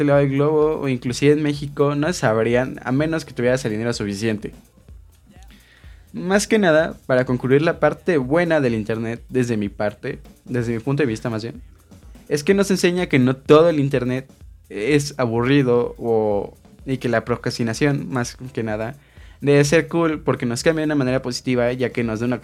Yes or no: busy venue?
no